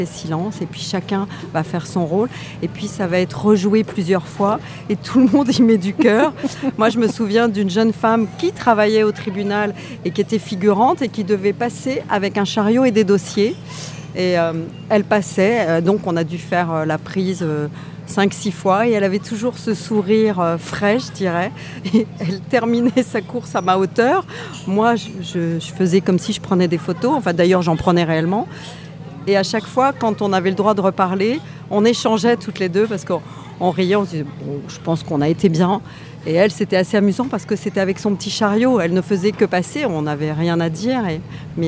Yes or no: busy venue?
yes